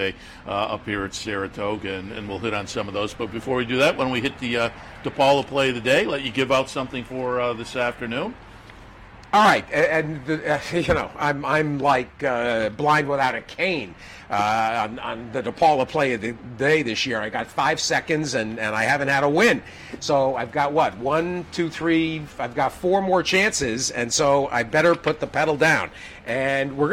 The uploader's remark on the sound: Capital OTB brings you another episode of Loose on the Lead Live from Saratoga Race Course.